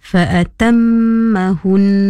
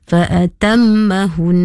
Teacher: Dari hukum tajwid, apa yang kami dapat tegur ialah hukum idgham mislain saghir. Idgham mislain tu kita hendaklah baca dengung dengan dua harokat. Mim pertama masuk ke dalam mim kedua. · Shown in: first take · Bunyinya seakan-akan jadi mim bersabdu.